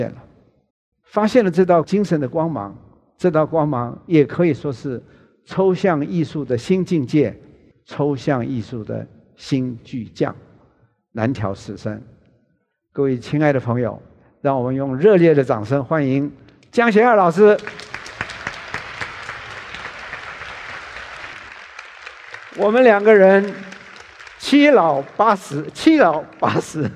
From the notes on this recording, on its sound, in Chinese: 本集節目取自【2023突破者知識跨年饗宴】現場錄音。